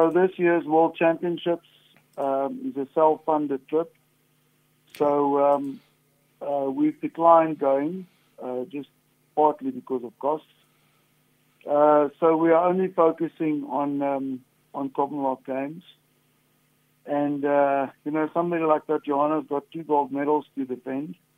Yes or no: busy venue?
no